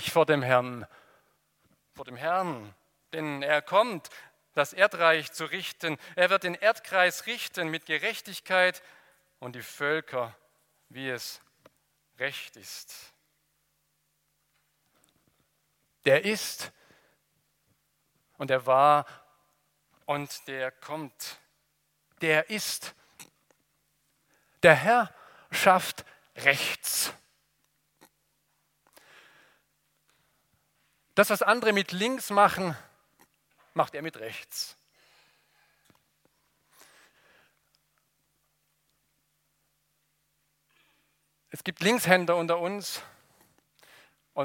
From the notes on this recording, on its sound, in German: aus dem Gottesdienst der Liebenzeller Mission